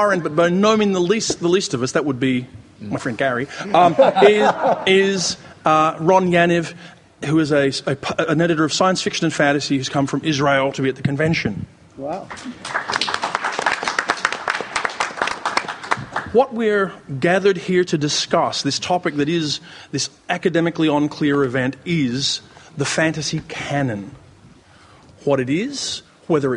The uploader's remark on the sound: at the World Fantasy Convention held in Saratoga Springs, a panel was presented